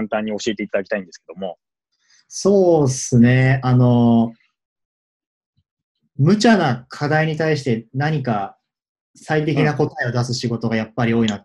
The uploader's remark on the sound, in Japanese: オンライン会社説明会・仕事紹介コンテンツです。オンラインで録音しているので、音がちょっと途切れることがあるかもしれませんが、ご容赦ください。